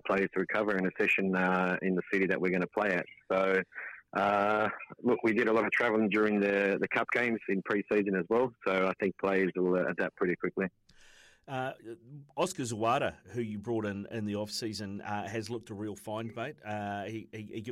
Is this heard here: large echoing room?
no